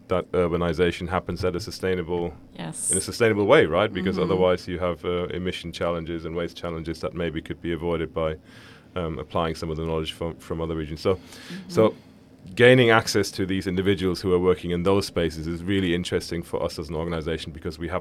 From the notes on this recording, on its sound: LIVE from Dubai. Looking Outside comes to you LIVE from the Dubai Future Forum, the largest gathering of futurists in the world.